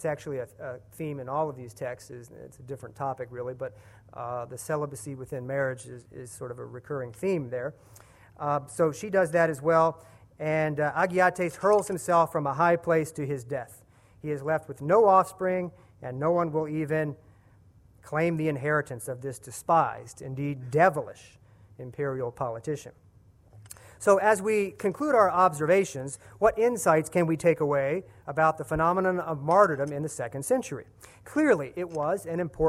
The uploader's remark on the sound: at the 2015 Center for Ancient Christian Studies Martyrdom in the Early Church conference